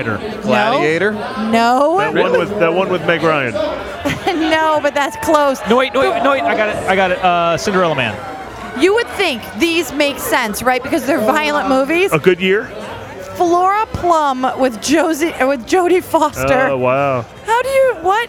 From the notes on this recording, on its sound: THE MOVIE SHOWCAST AT THE PHOENIX FILM FESTIVAL. The Movie Guys are broadcasting from The Phoenix Film Festival. It's a unique episode recorded at an awesome place.